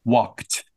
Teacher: even though there is an ed ending, we don't say the d sound, we make a t sound, like a t, walked.